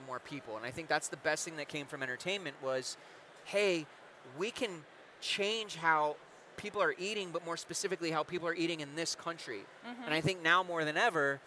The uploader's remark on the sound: Live from The Shamrock Foods EXPO